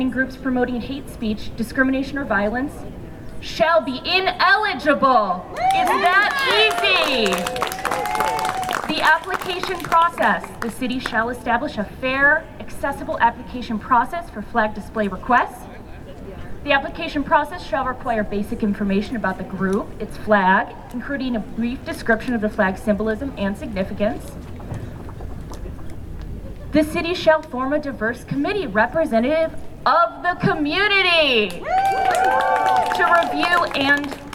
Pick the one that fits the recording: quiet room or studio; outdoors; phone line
outdoors